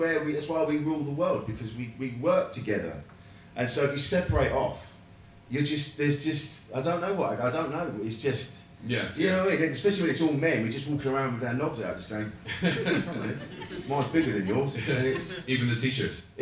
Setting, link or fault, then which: setting, live audience